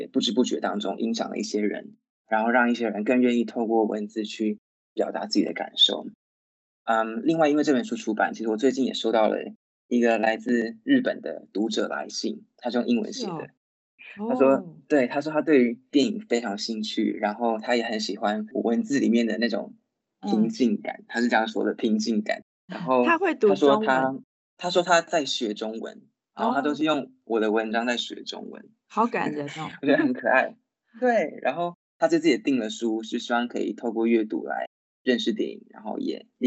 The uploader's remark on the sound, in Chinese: 本集Podcast透過Microsoft Teams越洋通訊錄製，受通訊狀態影響，已後製處理雜訊，敬請見諒，謝謝。